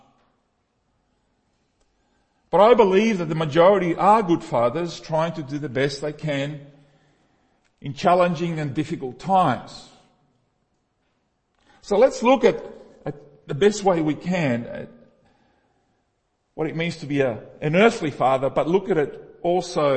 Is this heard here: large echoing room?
yes